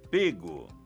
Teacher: Mas com a pronúncia fechada, pego. Evite a pronúncia aberta.